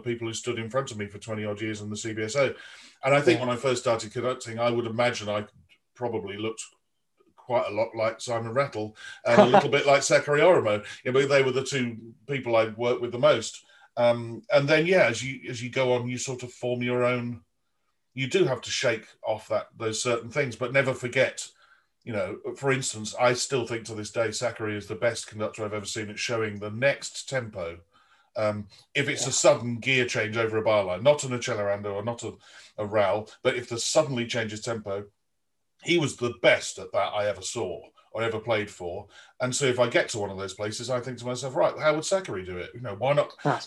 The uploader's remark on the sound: This interview was recorded on 31st October 2020 via Zoom.